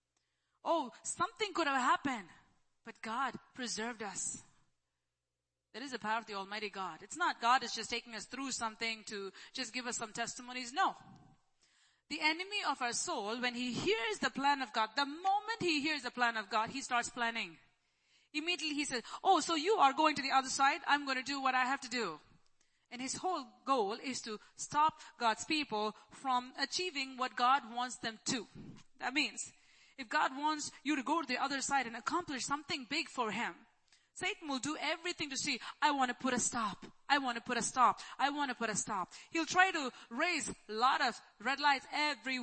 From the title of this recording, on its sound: ELBIM Church Sunday LIVE Stream Audio